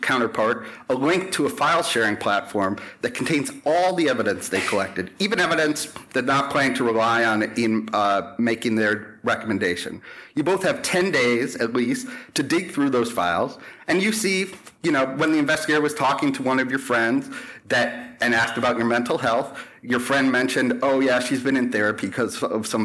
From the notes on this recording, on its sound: a debate that took place live at AEI